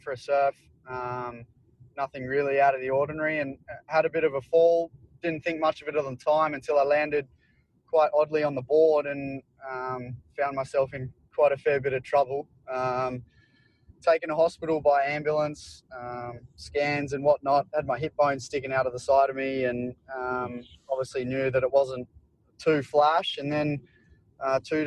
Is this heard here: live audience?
no